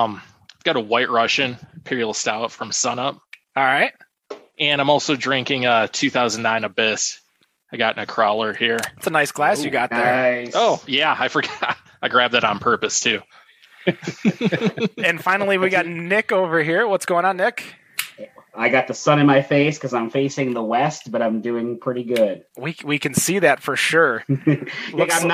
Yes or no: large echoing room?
no